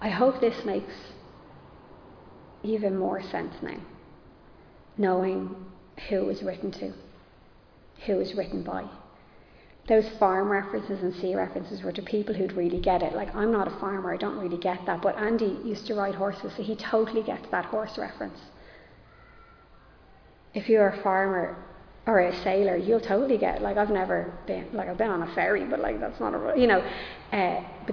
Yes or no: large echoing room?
yes